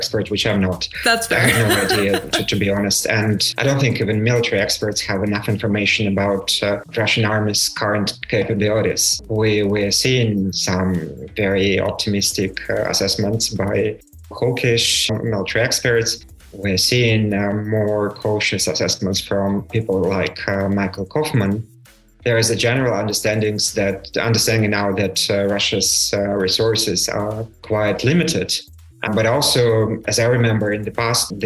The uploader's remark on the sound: This episode was recorded on October 6th, 2022 via Zoom.